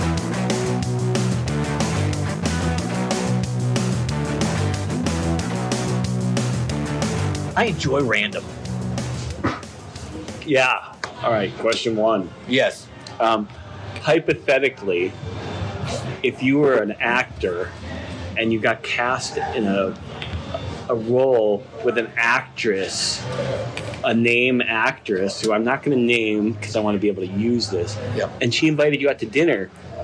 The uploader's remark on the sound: takes his Iphone on the road and gets real with people on the street